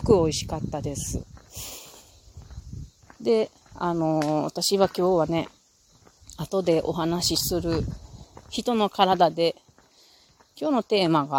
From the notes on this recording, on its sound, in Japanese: 金華山を歩きながら。